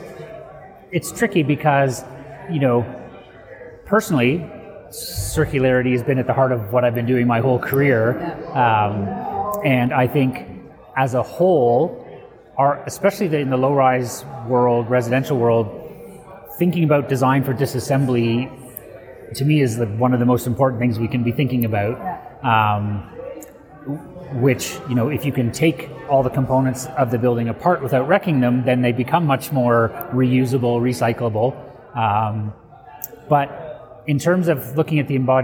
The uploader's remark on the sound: recorded at the Passive House Network Conference